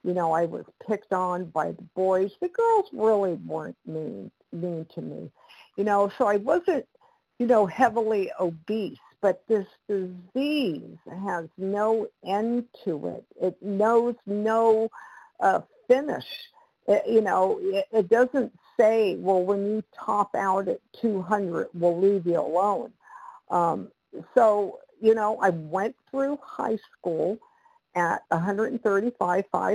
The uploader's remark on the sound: the 100 Pounders Phone Meeting, 1/10/23